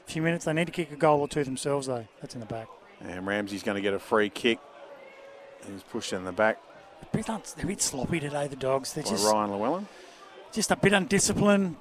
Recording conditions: busy venue